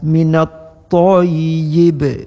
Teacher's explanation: dengan waqaf pada kalimat tayyib, tentu ba di sini mati dan menjadi lafaznya qalqalah